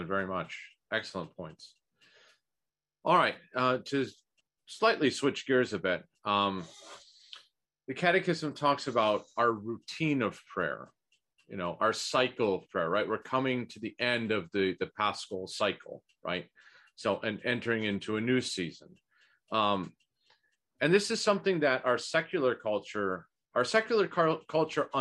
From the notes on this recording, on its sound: This is a recording of the ninth webinar in the Becoming Byzantine series